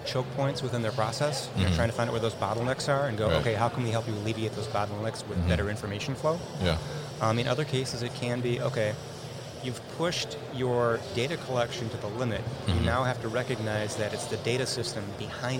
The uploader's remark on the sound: Barcoding at MODEX 2020